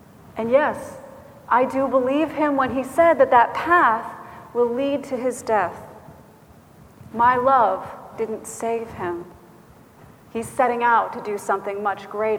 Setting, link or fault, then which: setting, large echoing room